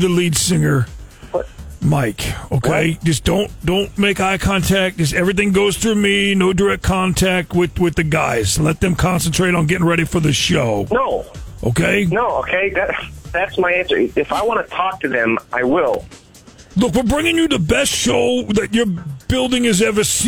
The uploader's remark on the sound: Friday Phone Jacks Prank Call.